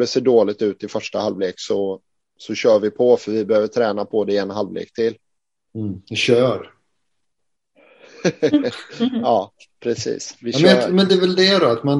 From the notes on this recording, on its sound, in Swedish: Träffades återigen för en virtuell inspelning.